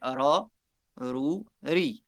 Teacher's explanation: la langue un peu en arrière, ça fait ra, rou, ri. Donc, on dit pas, on fait pas la vibration.